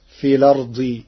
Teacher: قرأ ورش كلمة الأرض بنقل حركة الهمز إلى الساكن قبلها فتصير في الأرض تخفيفا.